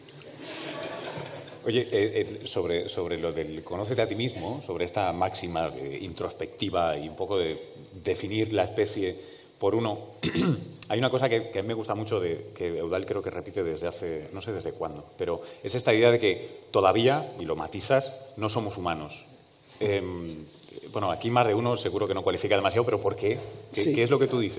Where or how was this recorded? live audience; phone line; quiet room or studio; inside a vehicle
live audience